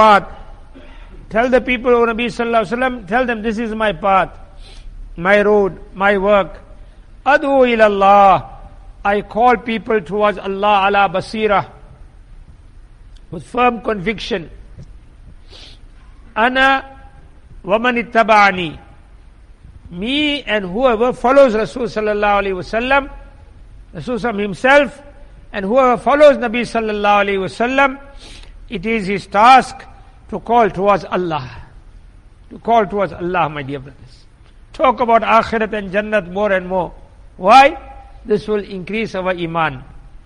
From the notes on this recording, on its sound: Jumuah lecture at Masjid e Quwwatul Islam